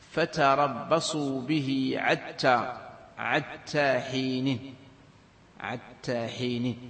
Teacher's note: ولغة هذيل إبدال حائها عينا